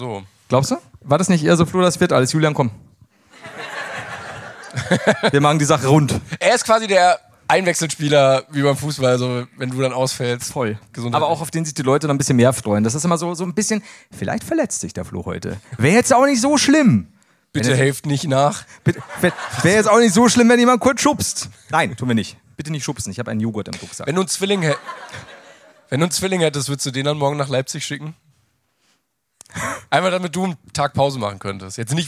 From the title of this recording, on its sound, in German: LIVE in München